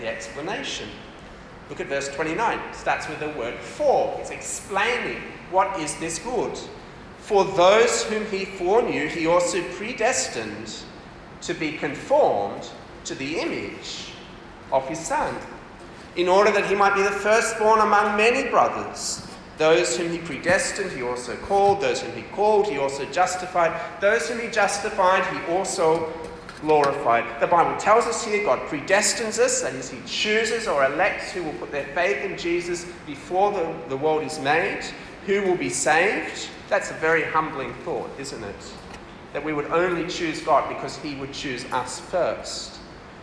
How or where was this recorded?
live audience